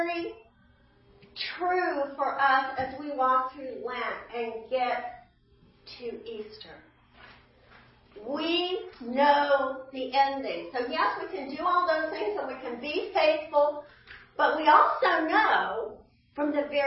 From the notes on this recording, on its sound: Easter 9AM Service. Sermons preached at Church of the Good Shepherd, Maitland, Florida.